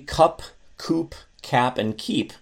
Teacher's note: So like if you say cup, coop, cap, and keep, and you think it's all the same k sound, but really if you pay attention to what's going on in the back of your throat, you will find that your throat is making that k sound in slightly different places